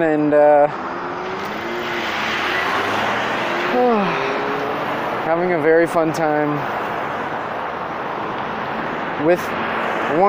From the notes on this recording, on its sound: Recorded this on my walk to work and then while sitting waiting to go in.